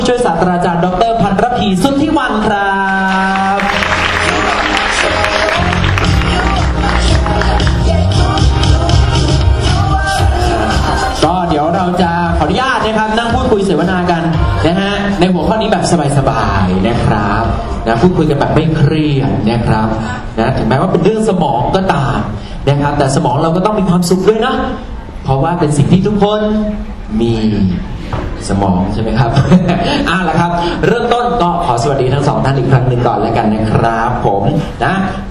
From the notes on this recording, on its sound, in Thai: เสียงอัดจากงานเสวนา. จัดที่คณะเทคนิคการแพทย์ มหาวิทยาลัยมหิดล ศาลายา.